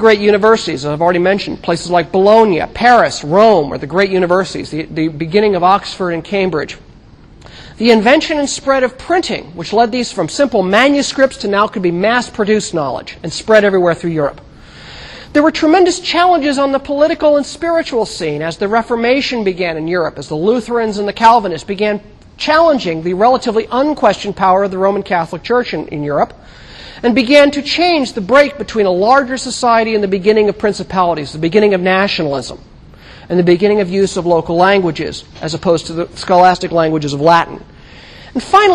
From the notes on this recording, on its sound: Recorded 2007 Oct 9 in 1000 McPherson Lab on the Columbus campus of The Ohio State University. NOTE: Due to a recorder malfunction, only the first 15 minutes of this lecture was recorded.